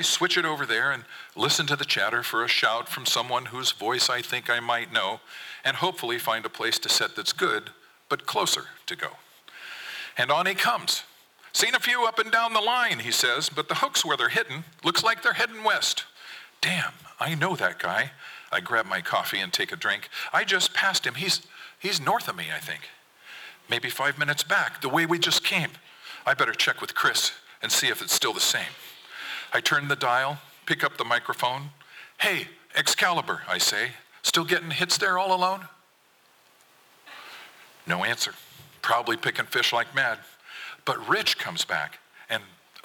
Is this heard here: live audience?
yes